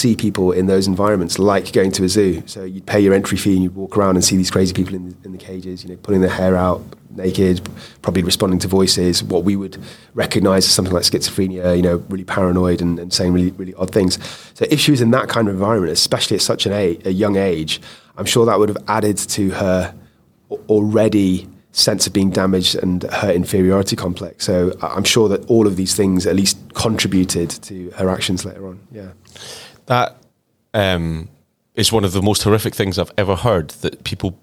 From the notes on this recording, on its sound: This is a recording from Crimecon Glasgow